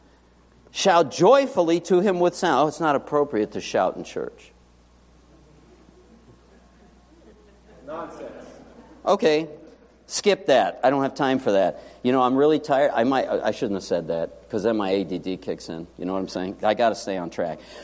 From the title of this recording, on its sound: Morning Worship